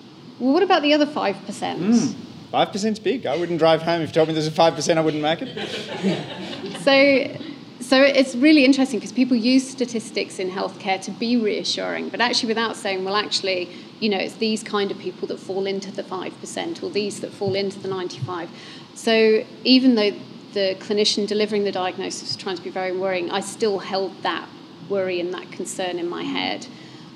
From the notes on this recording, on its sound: Recorded live as a part of Festival Muse.